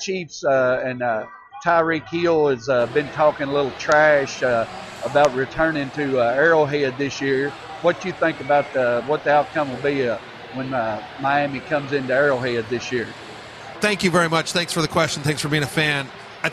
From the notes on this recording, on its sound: Live from Churchill Downs